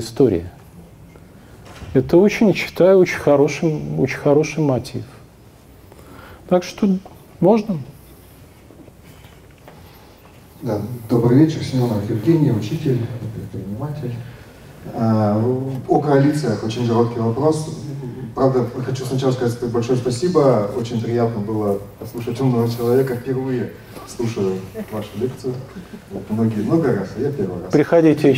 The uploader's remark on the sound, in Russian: Публичная лекция